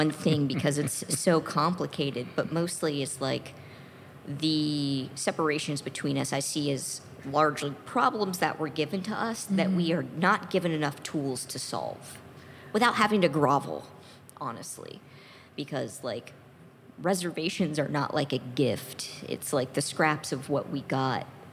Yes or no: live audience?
yes